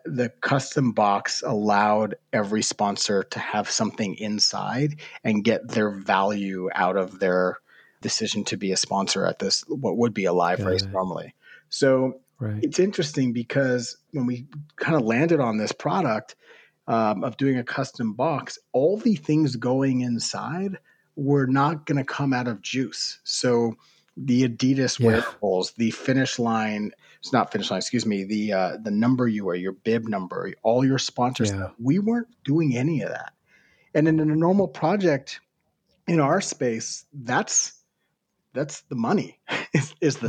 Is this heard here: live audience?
no